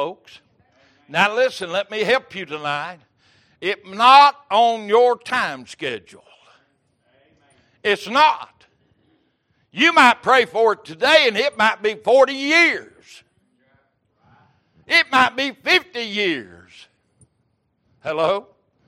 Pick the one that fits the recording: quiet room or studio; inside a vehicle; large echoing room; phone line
large echoing room